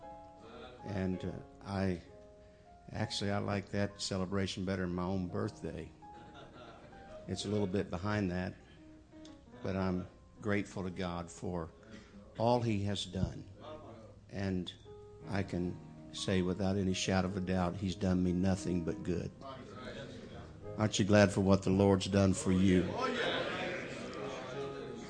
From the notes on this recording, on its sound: Mens Conference 2012 Jennings La